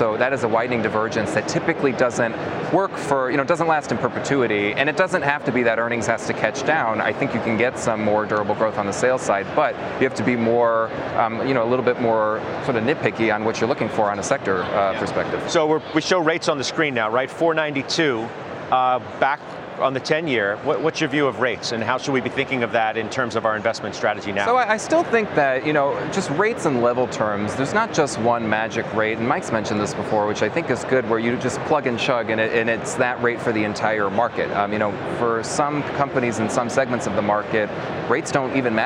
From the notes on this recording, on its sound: live from the Charles Schwab IMPACT conference in Philadelphia